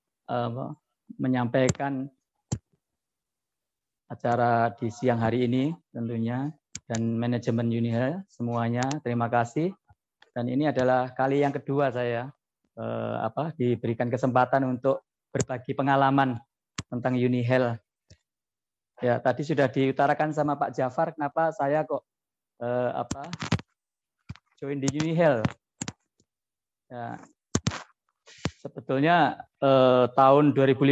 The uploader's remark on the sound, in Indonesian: Podcast ini adalah hasil rekaman webinar